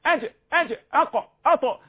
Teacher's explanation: يعني عندي شدة في الحرف، عندي قوة في الحرف، عندي جهر في الحرف، هيولد لي القلقلة